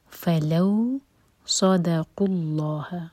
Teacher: صاد heavy دال light اور قاف حلق سے لام جلالہ ہیوی